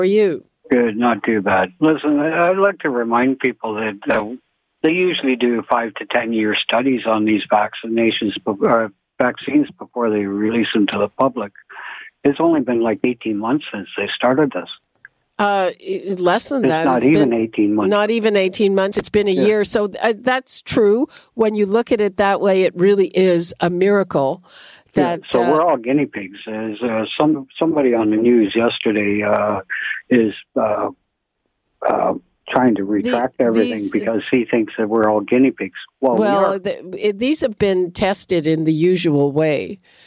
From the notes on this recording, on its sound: Listeners call